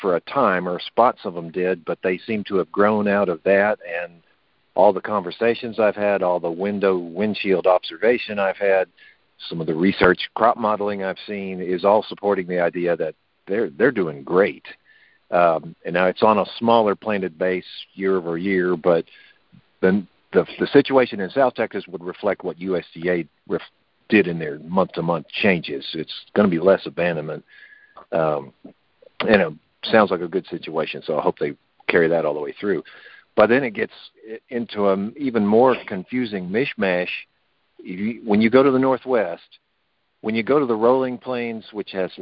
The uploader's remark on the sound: Monthly Cotton Conference Call